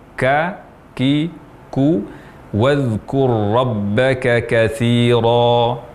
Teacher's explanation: Ini tidak seharusnya terjadi, karena hamas yang berlebihan bukan menunjukkan huruf yang fasih dalam bahasa Arab. Jadi, hamas pada kaf atau aliran nafas pada saat mengucapkan huruf kaf diucapkan dengan tanpa berlebihan